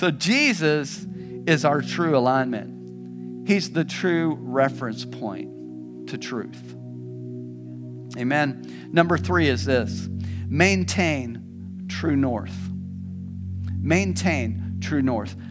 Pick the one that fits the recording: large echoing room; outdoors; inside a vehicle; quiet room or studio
large echoing room